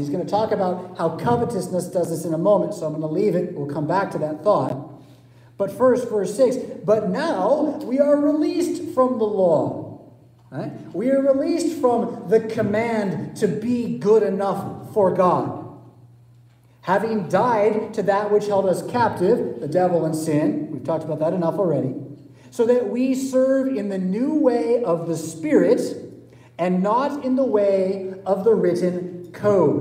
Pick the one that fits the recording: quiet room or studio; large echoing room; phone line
large echoing room